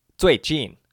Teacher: that's Z-U-I in the fourth tone and J-I-N in the fourth tone